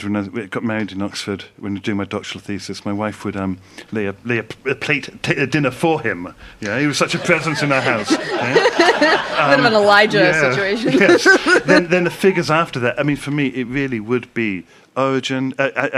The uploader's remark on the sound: Live from Nashotah House, WI (3rd year running).